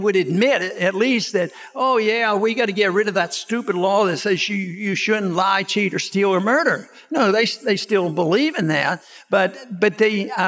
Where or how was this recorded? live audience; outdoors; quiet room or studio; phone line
live audience